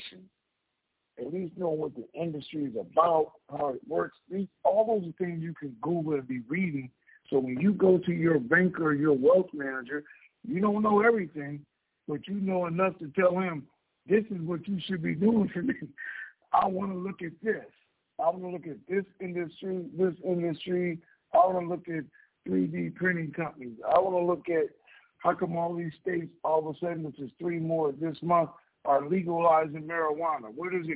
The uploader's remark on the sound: TNTSuperfantastic Conference Call